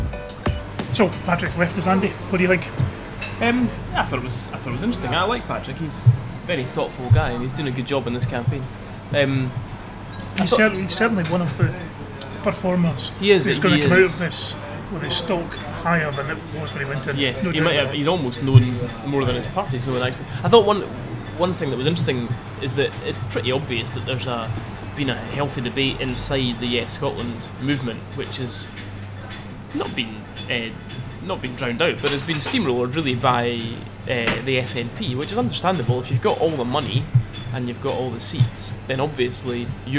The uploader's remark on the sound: Recorded in Asti cafe in Edinburgh City Centre 21 July 2014.